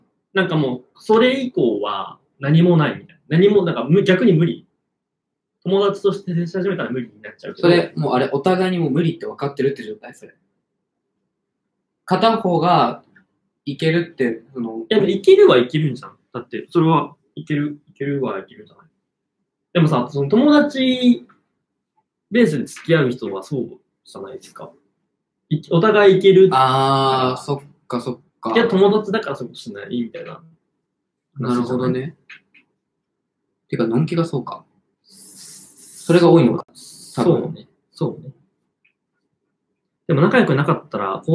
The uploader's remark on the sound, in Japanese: 生配信にて公開収録したものです。配信環境の影響で音飛びがあります。初公開収録です。